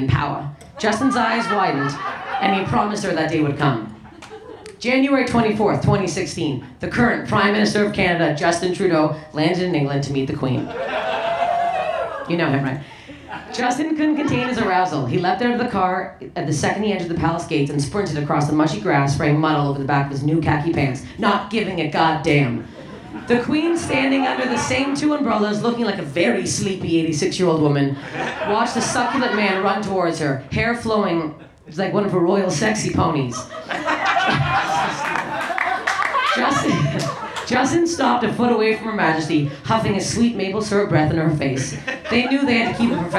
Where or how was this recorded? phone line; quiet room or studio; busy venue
busy venue